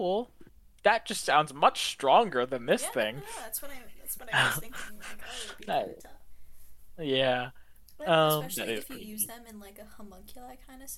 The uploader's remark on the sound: This episodes audio is balanced terribly.